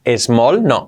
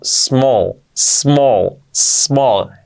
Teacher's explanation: empezando en S, nadie pone una E antes de decir small · Shown in: second take